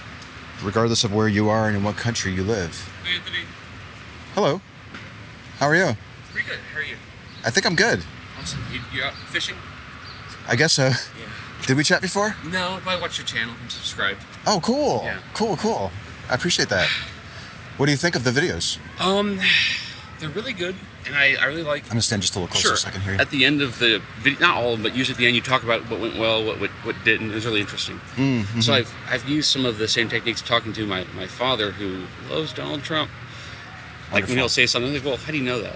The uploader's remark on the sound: Location: San Antonio, Texas. Recorded w/Go-Pro.